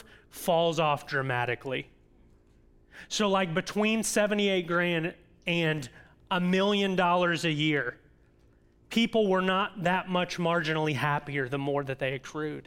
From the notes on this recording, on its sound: audio from New City Church in Champaign-Urbana, IL